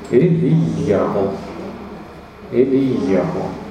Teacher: А галочка над А это ударение, да. В данном случае ударение падает на предпоследний слог. Да, не на последний, а на предпоследний слог. И это отмечается вот этой самой галочкой.